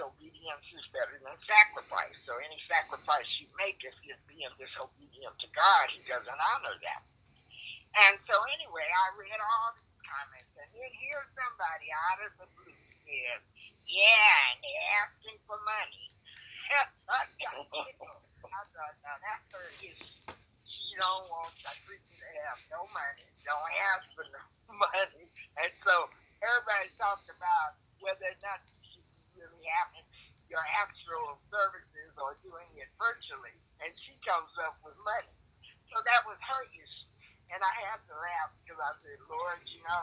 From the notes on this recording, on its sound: Conference call service